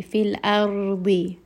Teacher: make sure that Hamza is light, Ra is heavy, Dad is heavy